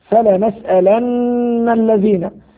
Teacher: نون مشددة حكمها غنة بمقدار حركتين وصلا ووقفا